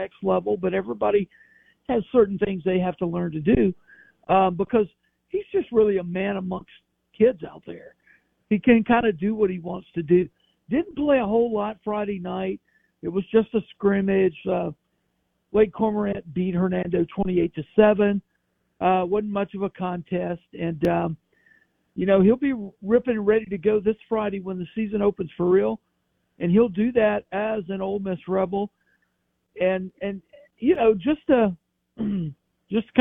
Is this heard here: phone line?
yes